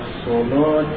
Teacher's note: أما الصلاة فهي مغلظة اللام لورش رحمه الله لأنها وقعت في شروط تغليظ اللام، لام مفتوحة وأتى قبلها حرف الصاد مفتوح من نفس الكلمة ولم يفصل بينهما شيء فهي مغلظة.